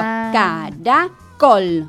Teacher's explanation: Col es la sílaba tónica, pero termina en L. Claro. No termina ni en N, ni en S, ni en vocal.